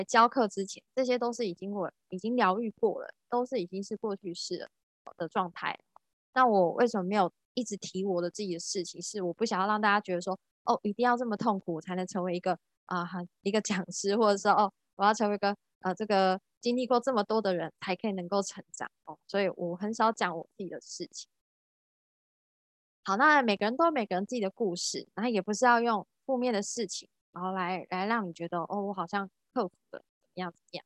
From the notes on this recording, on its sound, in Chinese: 聊聊好心芹ZOOM線上公益講座。